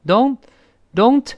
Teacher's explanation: 那个它失去爆破了，因为后面有其他辅音了